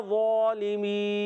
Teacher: مد عارض کو کھینچتے ہیں ایک دو تین الف تک، تو یہاں پر بھی کھینچ کر ادا کریں گے.